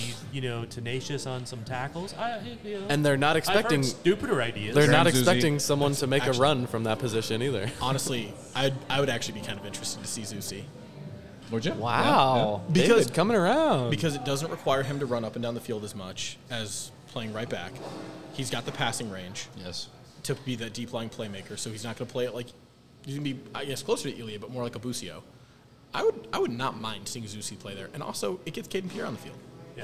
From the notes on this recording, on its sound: We recorded this show at Strange Days! This episode is done, in its truest form, with beers in our hands.